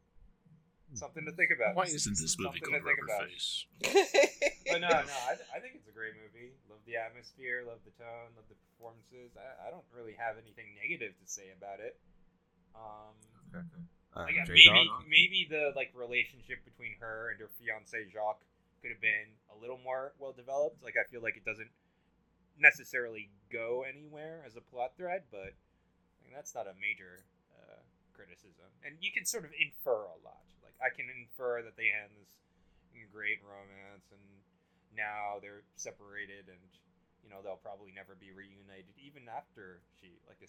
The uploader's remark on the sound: Quick warning: the audio isn't up to standard but I tried to make it work as much as I could.